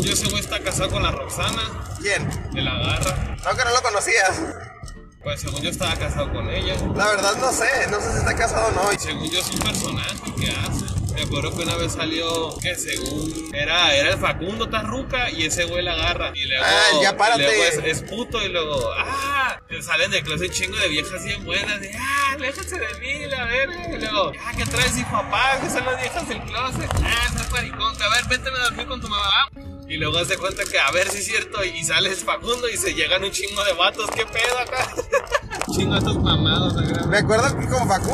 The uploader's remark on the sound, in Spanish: Sorry por el audio es que mi amigo está muy feo y por eso no lo pude editar tanto.